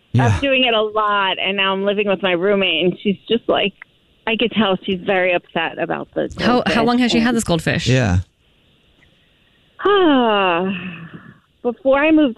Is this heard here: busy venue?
no